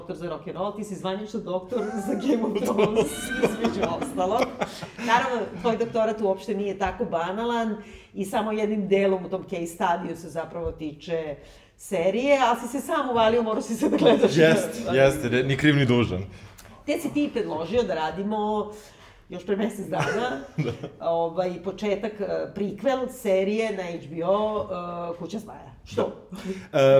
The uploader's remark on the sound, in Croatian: Dve epizode ZUT-a snimljene na nastupu pred publikom u našem novom i od sada stalnom prostoru za susrete sa vama, "Hartefakt Kućom".